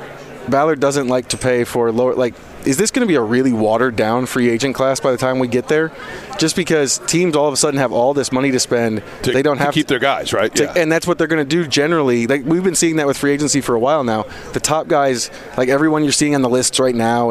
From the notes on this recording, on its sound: live from radio row at the NFL Combine